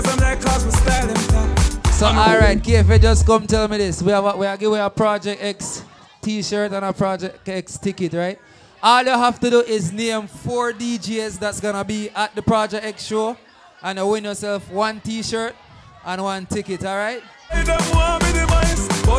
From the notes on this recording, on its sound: Live Inside Moneta Night Club - San Pedro For Ladies Night - Wednesday August 23rd, 2023.